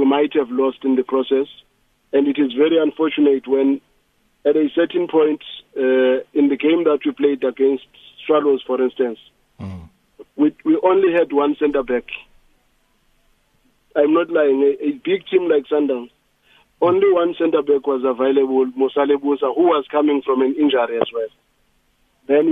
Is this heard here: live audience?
no